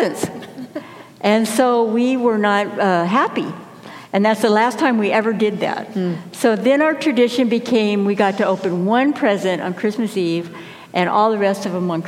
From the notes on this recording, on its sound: Message delivered during the 9am Blended Worship Service.